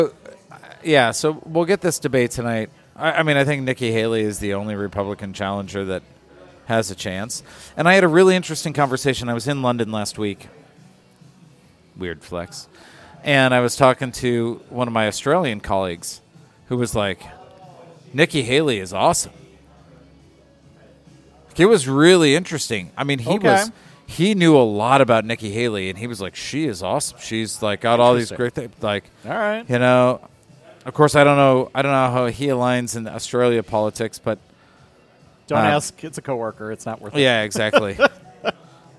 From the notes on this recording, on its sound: On this episode recorded at Begyle Brewing